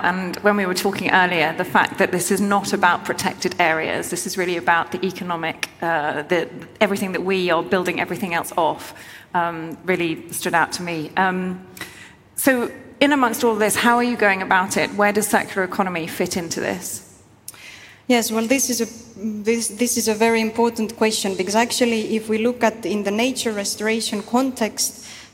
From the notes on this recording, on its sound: Recorded at Summit 22 — the Foundation's flagship annual event. This is third in a series of podcast episodes recorded at Summit 22 — the Foundation's flagship annual event — which brought together business leaders, policymakers, innovators, and global changemakers.